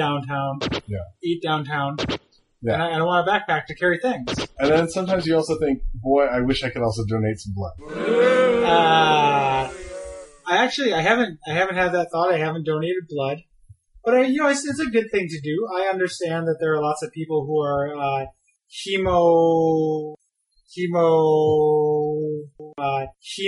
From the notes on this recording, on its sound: Apologies for the sound quality.